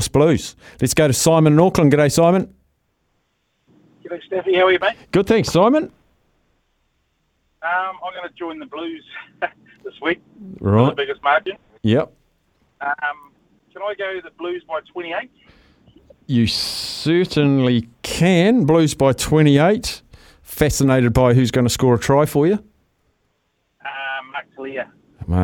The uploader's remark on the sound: Opens up the phone lines and hears which super rugby teams listeners believe are locks to win this weekend.